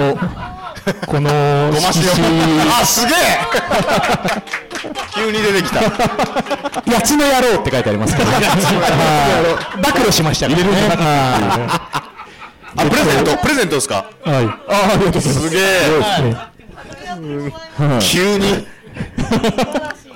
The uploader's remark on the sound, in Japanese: カテプロ公開収録が無事開催されました！